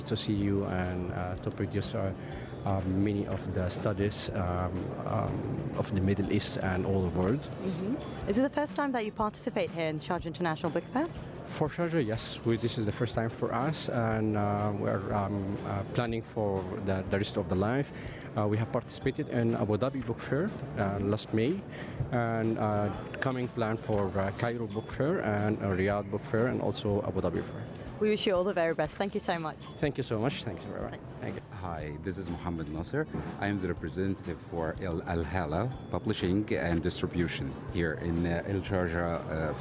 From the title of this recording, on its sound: Live from SIBF 2023